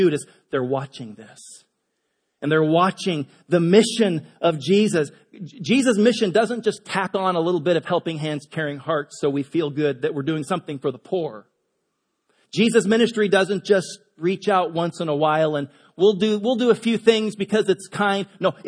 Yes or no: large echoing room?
yes